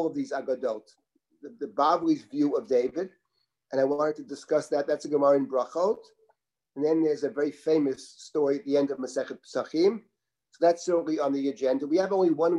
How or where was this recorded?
video call